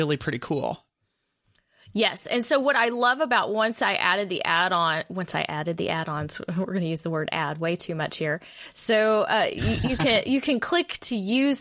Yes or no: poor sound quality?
no